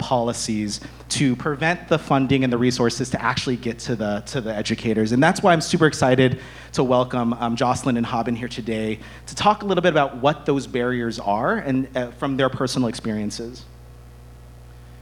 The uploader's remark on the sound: This EDTalk was recorded at Icehouse on November 13th, 2023.